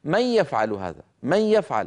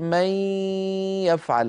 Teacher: هذا المط للغنة مصاحبا لصوت الياء هو من خصائص النص القرآني · Shown in: second take